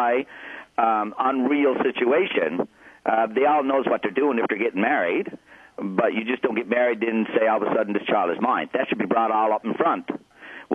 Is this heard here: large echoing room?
no